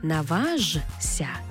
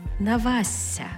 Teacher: Шиплячі приголосні перед свистячими під їхнім впливом змінюються на відповідні їм свистячі. · Shown in: second take · Шиплячий плюс свистячий разом утворюють свистячий плюс свистячий. І зазвичай це відбувається, коли ми маємо м'який приголосний, як от у буквосполуці «жся».